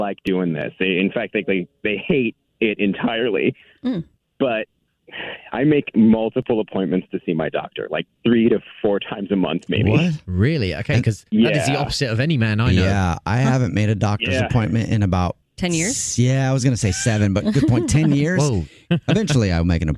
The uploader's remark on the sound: Someone on the phone